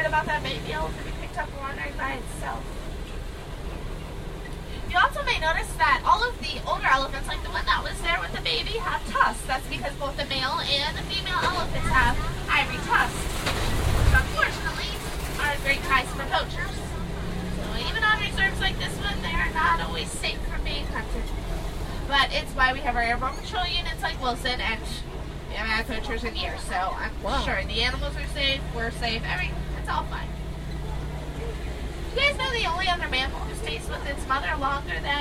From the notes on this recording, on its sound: Listen to a ride through of the Kilimanjaro Safari ride as a bonus audio feature.